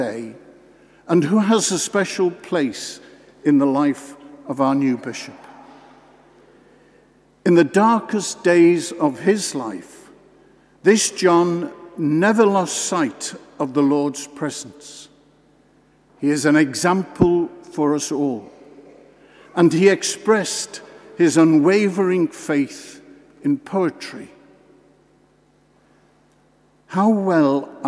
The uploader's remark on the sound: This homily at the Episcopal Ordination. Given in the Cathedral Church of St John the Baptist in Norwich.